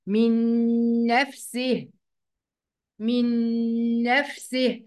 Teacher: هنلغي النون الاولانيه وهننطق نون واحده مشدده